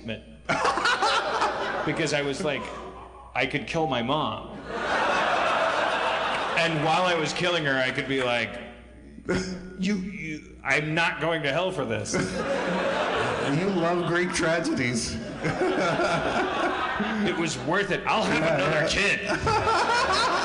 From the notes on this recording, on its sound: Harmontown is live from Chicago. A live organist.